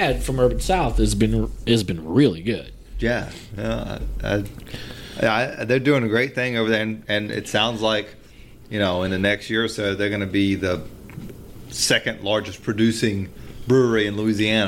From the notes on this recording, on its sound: returns to where the podcast began at Running Monk Brewery